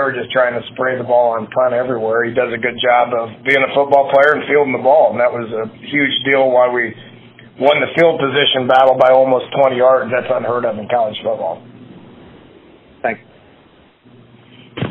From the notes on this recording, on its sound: on his weekly Big 12 teleconference